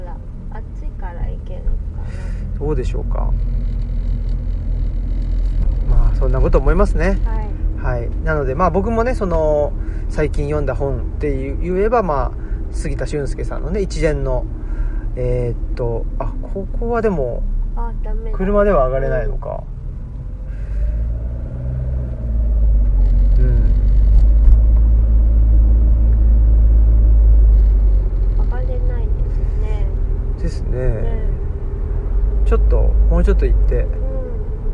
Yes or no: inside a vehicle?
yes